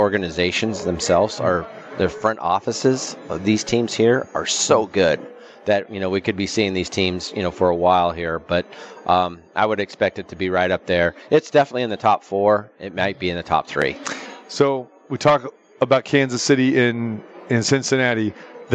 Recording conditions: busy venue